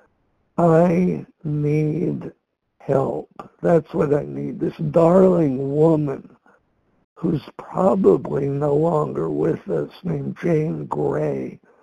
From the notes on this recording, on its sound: from the 100 Pounders Phone Meeting